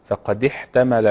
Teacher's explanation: حرك او جريان النفس قليلا في الحاء علشان ما تختفيش